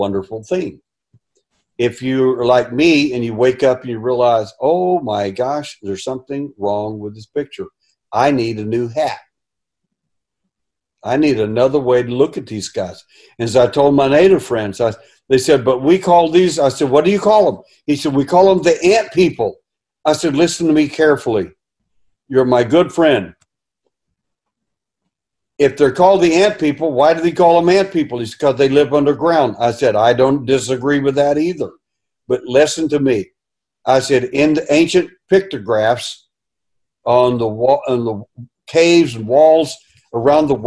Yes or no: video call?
yes